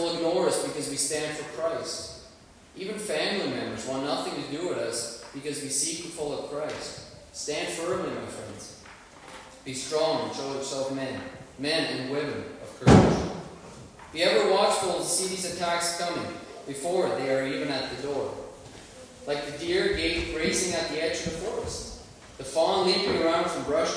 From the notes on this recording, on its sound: Worship Service. Sorry for the poor sound quality.